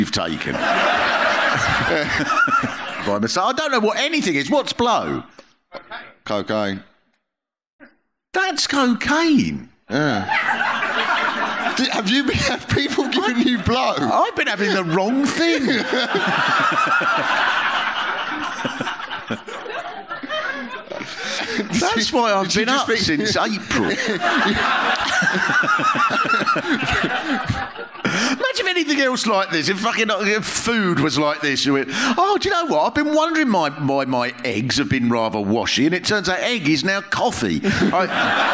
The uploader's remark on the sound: Live Special. A LIVE recording of the podcast.